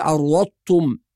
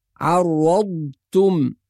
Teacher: لازم نظهر الضاد الساكنة وننتقل منها إلى التاء المضمومة بدون تكلف وبدون قلقلة · Shown in: second take · فنقول عرضتم، هكذا ننطق الكلمة بالصورة الصحيحة.